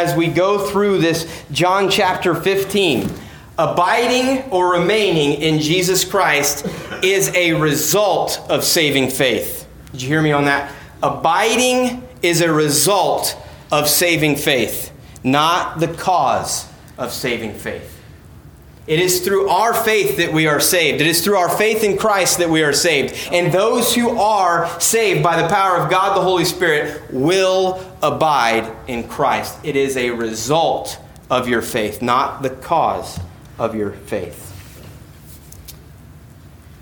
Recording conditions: large echoing room